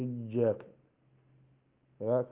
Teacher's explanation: فيبالغ في تشديدها حتى تنتقل من الياء إلى الجيم · Term: الياء المشددة